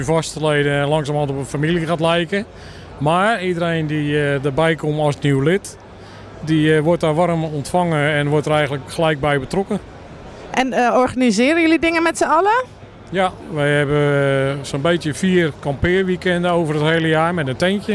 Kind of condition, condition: setting, busy venue